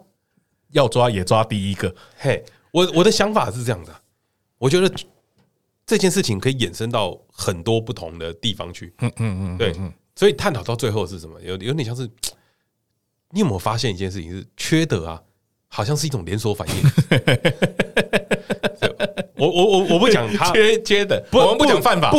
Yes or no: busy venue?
no